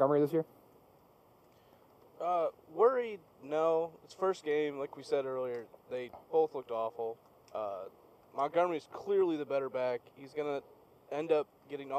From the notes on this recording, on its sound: Please excuse the sound quality